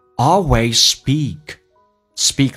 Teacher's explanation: Always 跟 Speak，那么只发一个 Z 就可以了，因为两辅音在一起就用发一个